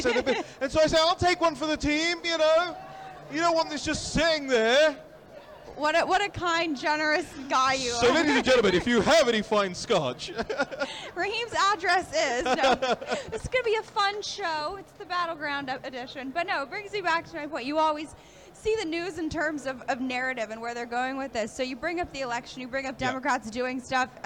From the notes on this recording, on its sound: Live From AMFest 2023